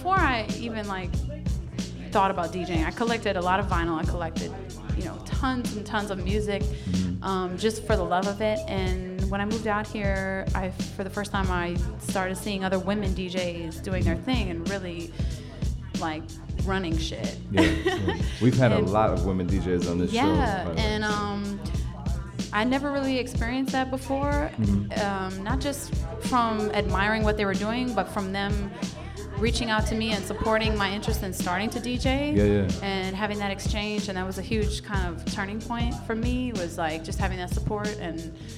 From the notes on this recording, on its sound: Originally broadcast live on January 30, 2017 from the storefront of The Late Late Bar on Houston Street in New York City.